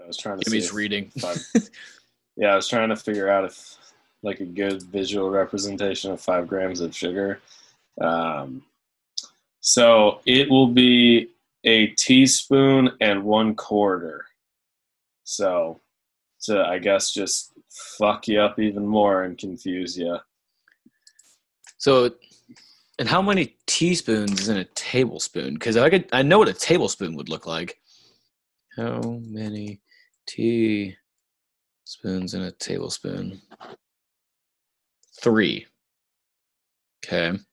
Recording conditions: video call